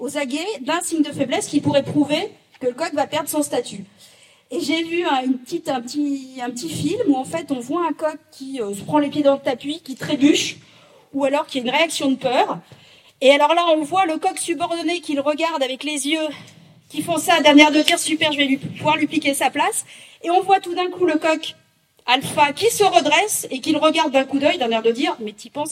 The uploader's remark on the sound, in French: lors de cette conférence donnée aux Rencontres des intelligences animales 2023